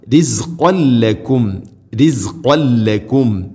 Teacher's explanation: തൻവീന് ശേഷം ലാം വന്നാൽ ഇദ്ഗാം ബിലഗ്ന മണിക്കാതെ കൂട്ടിലയിപ്പിക്കണം.